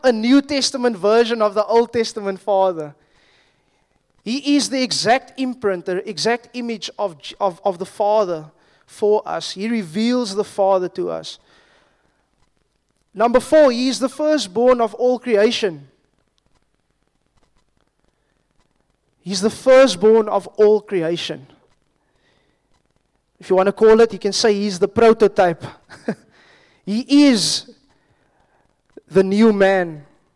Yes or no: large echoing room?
yes